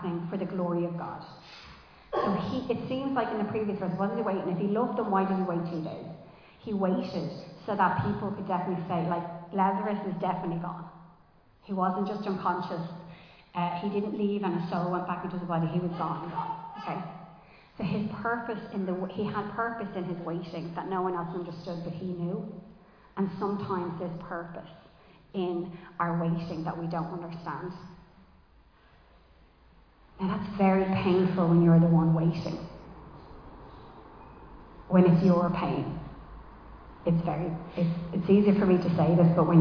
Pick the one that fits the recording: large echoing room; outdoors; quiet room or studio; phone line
large echoing room